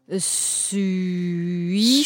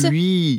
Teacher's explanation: On ne prononce pas le S à la fin, oh, il est muet. · Shown in: second take